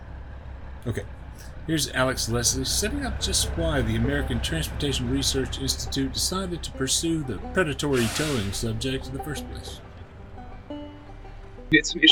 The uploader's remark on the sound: At the conference of the National Association of Small Trucking Companies in Nashville, Tennessee. In conversation with a small fleet owner there for the event, when the owner's phone rang.